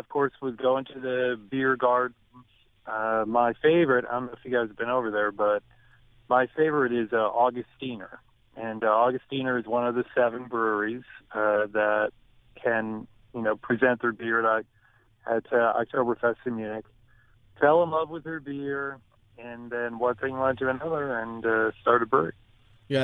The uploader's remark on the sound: He joined us on the show via phone this week.